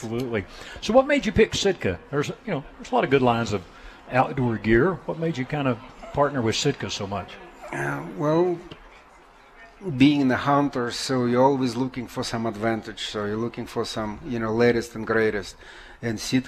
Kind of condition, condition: setting, busy venue